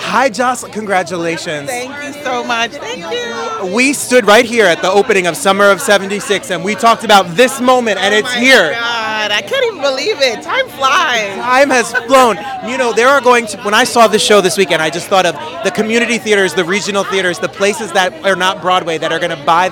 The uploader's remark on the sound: Live From The Red Carpet at "Jaja African Hair Braiding".